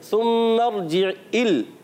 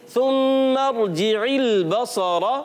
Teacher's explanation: عین کو حمزہ سے نہیں بدلنا · Shown in: second take · بعض بچے پڑھ دیتے ہیں عین کو حمزہ سے بدل دیتے ہیں. · Term: عین کی آواز